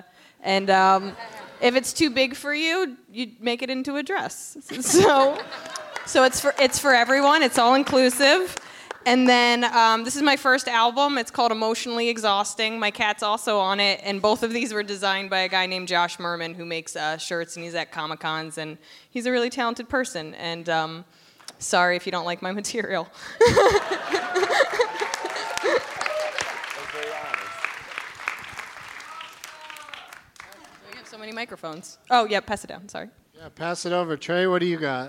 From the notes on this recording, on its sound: Live from the Gramercy Theatre in New York City